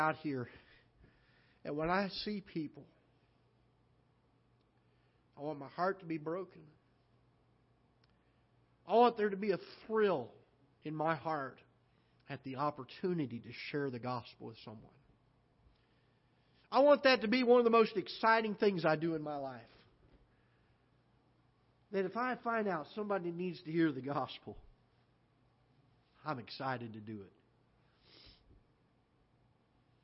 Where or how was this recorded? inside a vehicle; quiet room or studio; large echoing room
large echoing room